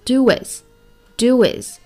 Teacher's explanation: 就是 do 和 is 放在一起，元音加元音的连读